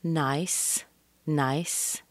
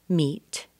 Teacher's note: Meet is a little bit short because these both end with unvoiced consonants.